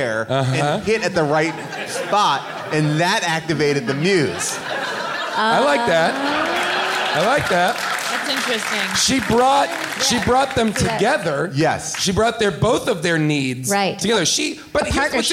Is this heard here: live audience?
yes